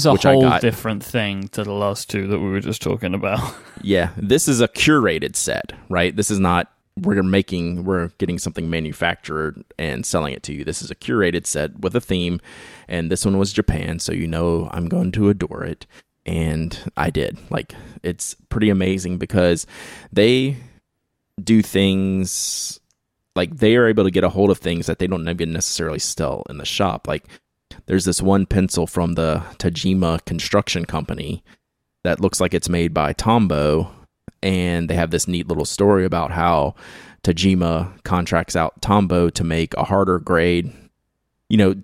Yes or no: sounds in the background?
no